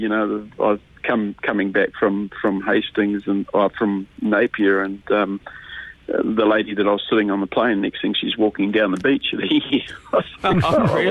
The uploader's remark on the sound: LIVE on the phone